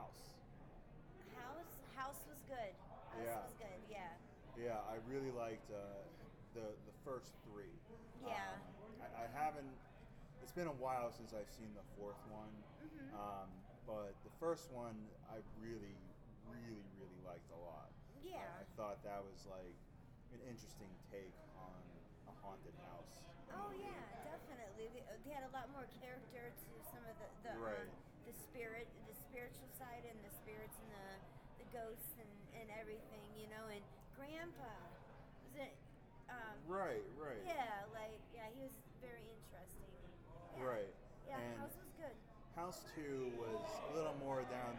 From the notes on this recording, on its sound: live from Grossfest